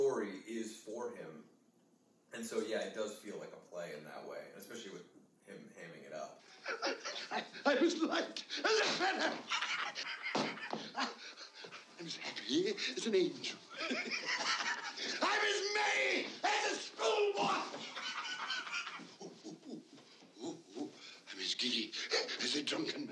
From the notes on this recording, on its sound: The audio isn't the best, my apologies.